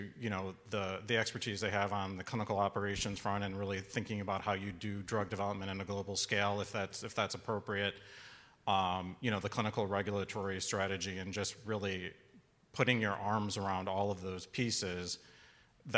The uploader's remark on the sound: This session recorded at CMO Summit 2022.